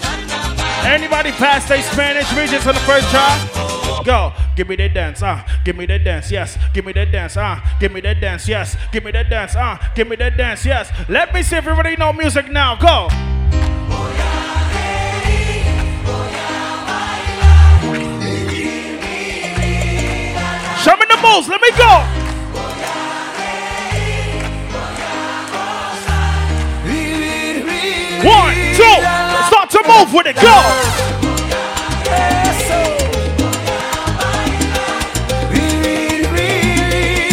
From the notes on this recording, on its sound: Live Audio From Cups N Convos Game night inside Polygon BK.